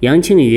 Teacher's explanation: 杨是第二声上去，那么第二个字啊就要选第四声下来